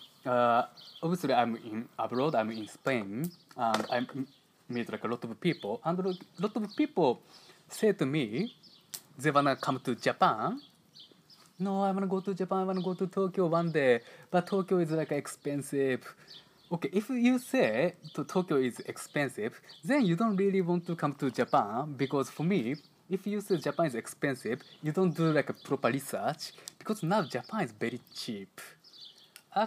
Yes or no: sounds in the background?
yes